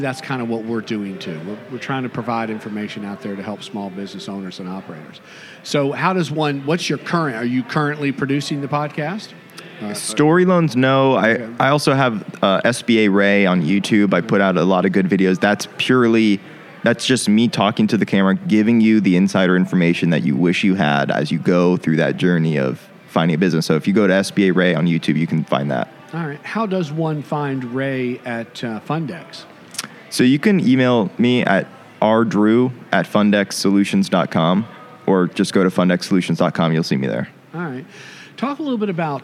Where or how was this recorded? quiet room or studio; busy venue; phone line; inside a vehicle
busy venue